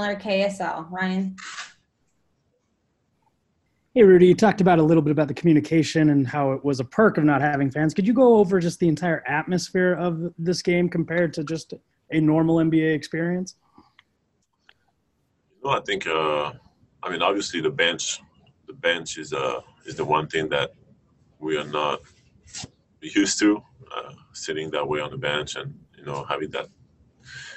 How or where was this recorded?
video call